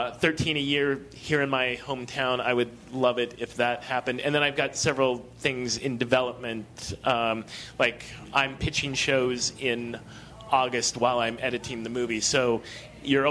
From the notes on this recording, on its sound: Live from ATX Television Festival. Recorded at the Stephen F.